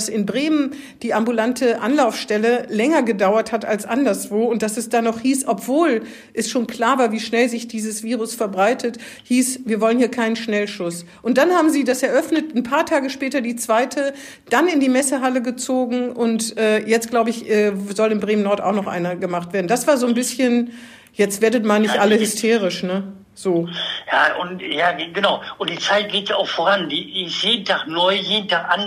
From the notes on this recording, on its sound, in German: findet auch dieses Mal aus Infektionsschutzgründen per Telefon-Schalte statt